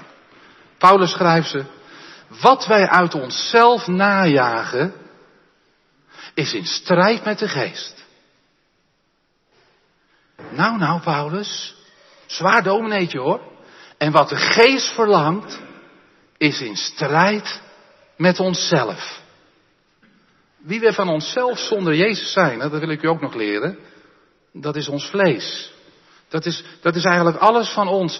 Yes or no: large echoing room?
yes